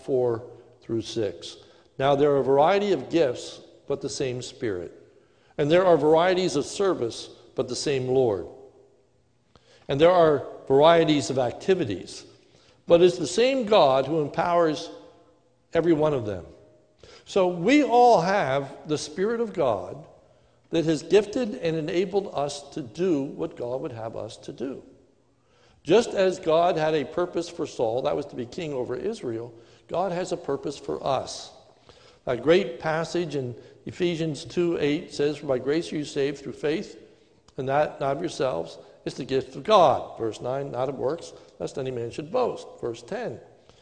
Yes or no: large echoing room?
yes